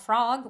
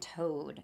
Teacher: So you have frog, which is kind of that low A sound, and then you have the low O sound, frog and toad. It's just again, sonorous and beautiful, and it really sets us up to hear those sounds.